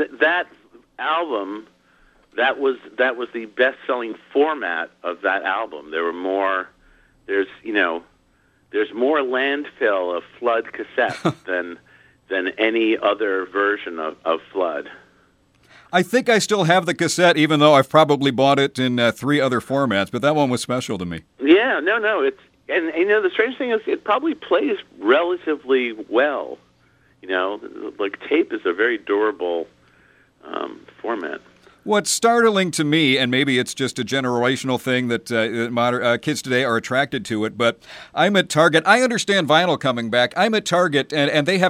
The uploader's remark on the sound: called in for a chat